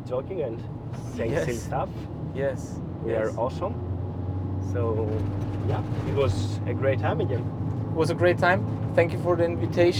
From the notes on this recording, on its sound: This time we get deeper into training topics while we were driving through Athens and the countryside to have our last day at a three day seminar about SAR dog training.